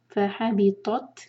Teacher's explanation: تا پر سکون ہے تا پر ہمس کریں گے